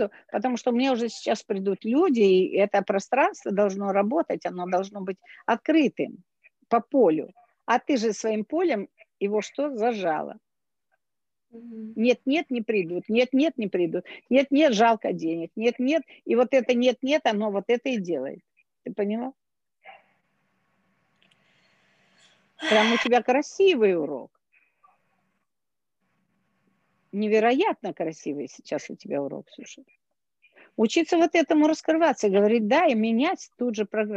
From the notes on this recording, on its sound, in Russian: Zoom-эфир. Запись прямого эфира с ответами на вопросы.